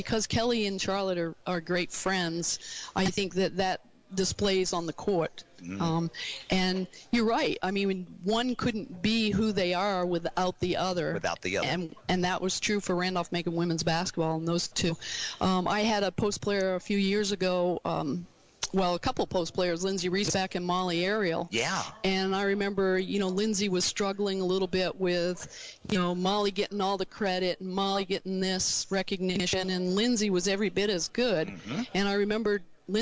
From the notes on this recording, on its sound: Heard live October 8, 2018 from SportsPage Grille in Ashland on 102.9 The Mater, WHAN Radio.